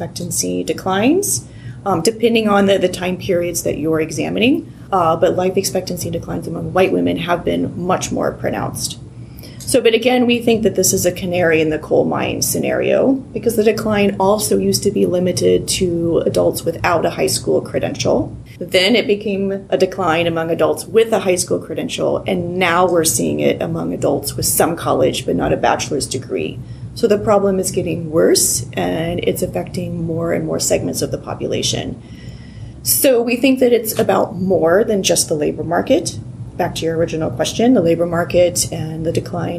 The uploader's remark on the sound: This episode was recorded at Temple Law during Temple Law’s celebratory Law Review Symposium: Looking Back and Looking Ahead, 10 Years of Public Health Law Research in September 2019.